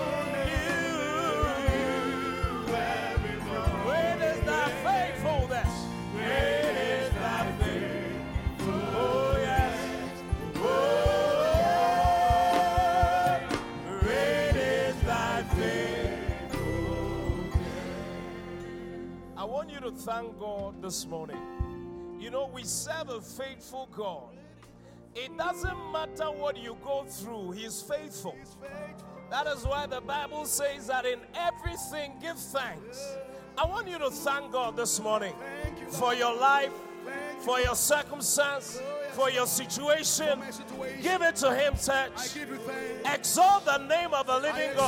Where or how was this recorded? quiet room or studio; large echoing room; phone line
large echoing room